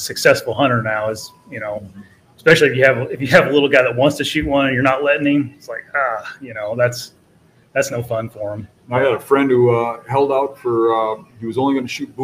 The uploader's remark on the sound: LIVE BEAST Gathering at Buck Shots Bar and Grill! Live at Buck Shots Bar and Grill in Clarkston Michigan.